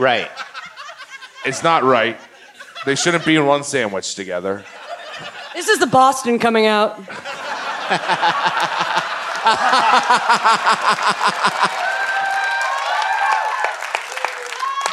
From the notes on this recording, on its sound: Recorded live at the Gramercy Theatre in NYC.